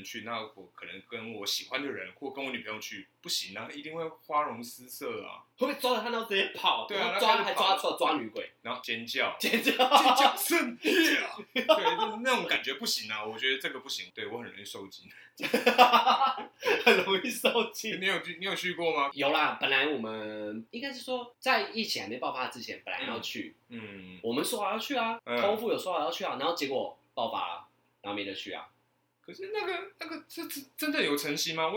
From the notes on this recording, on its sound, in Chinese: 本集於配備升級之前錄製的, 聲音上需要大家的體諒